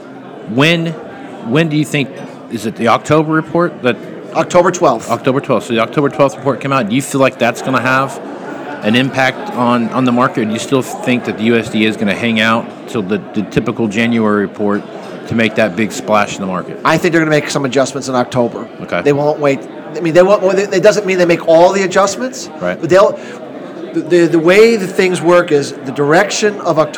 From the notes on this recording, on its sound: live at the Moving Iron Summit